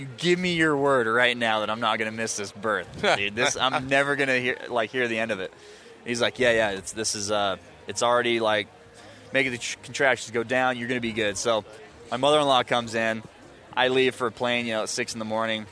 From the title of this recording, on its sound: at the International Sportsman's Expo